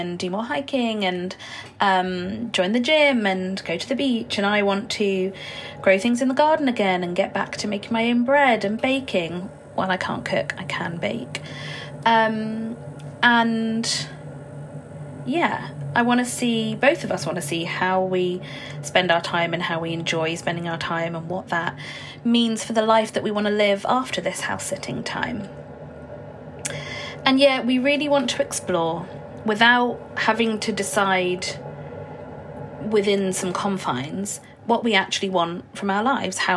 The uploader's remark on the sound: In this (wholly unscripted!) episode recorded in the company of my boiler.